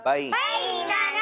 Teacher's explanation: आखिर में अलिफ मद्दा है, यानी नून अलिफ जबर ना, अगर उसको बगैर खींचे पड़ा तो ये हरकत बन जाएगी जो कि गलत है, लिहाजा हमें अलिफ मद्दा को खींच कर पढ़ना है।